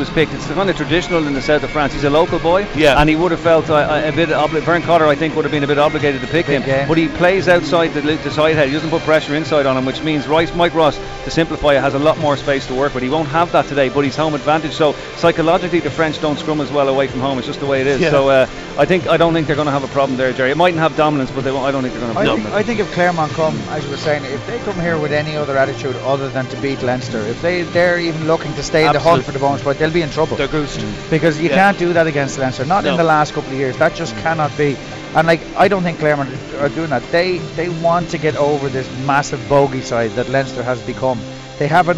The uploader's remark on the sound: Today&#39;s Panel comes to you live from Leinster v Clermont at the Aviva Stadium. Today's Panel comes to you live from Leinster v Clermont at the Aviva Stadium.